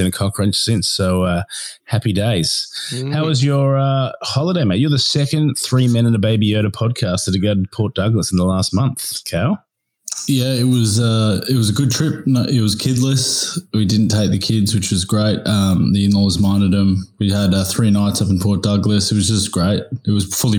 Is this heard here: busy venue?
no